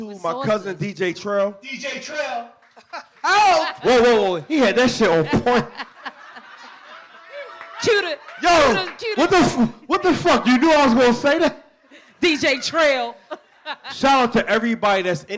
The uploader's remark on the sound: Pub Webb Live Show!! This weeks episode is we launch our most recent live show!